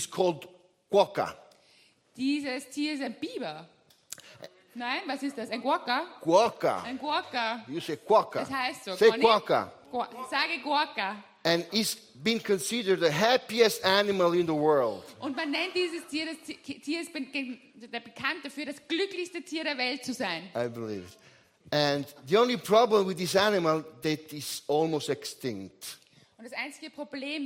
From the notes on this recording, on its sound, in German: Gottesdienst live aus der LIFE Church Wien.